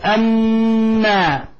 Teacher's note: لاحظ إطباق الشفتين ولاحظ الغنة من الخيشوم